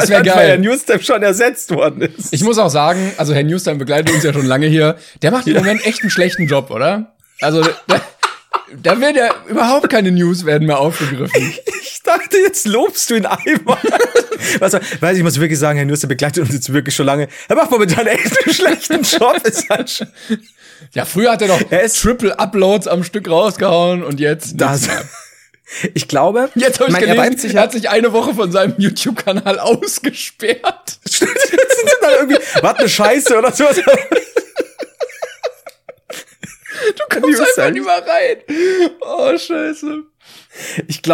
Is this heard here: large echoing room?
no